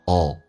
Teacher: L 这个发音是舌尖抵住你的上齿龈